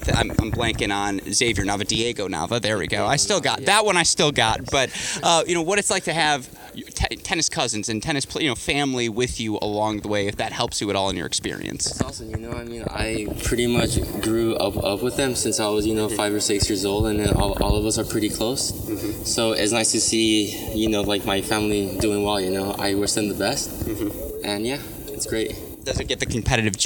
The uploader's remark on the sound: live from the Cranbrook Tennis Classic